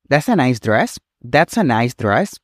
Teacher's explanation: con una entonación ascendente en dress, podríamos estar preguntando si es un vestido lindo o agradable en lugar de simplemente comentarlo